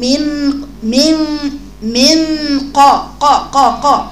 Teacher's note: هات القاف مفتوحة فوق ولسانك من ورا مستعلى · Term: استعلاء اقصى اللسان